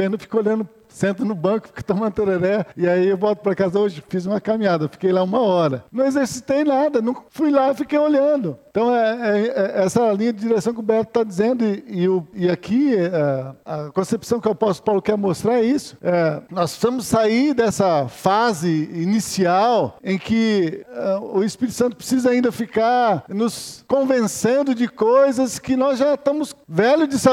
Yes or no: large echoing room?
yes